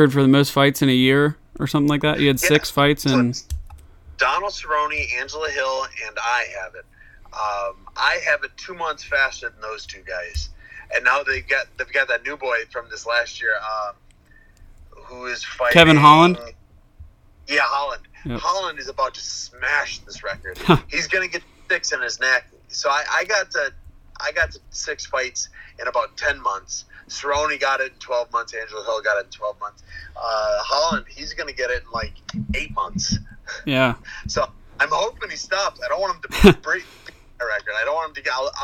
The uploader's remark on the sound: Interviews UFC Light Heavyweight over the phone.